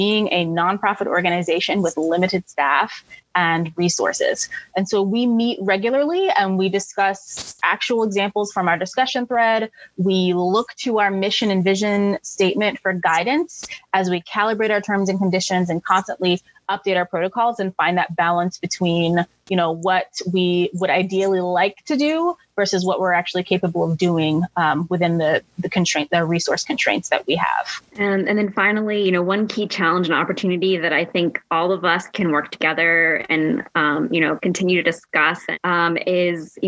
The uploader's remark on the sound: This episode is a recording of a session from our virtual user conference, Super Forum.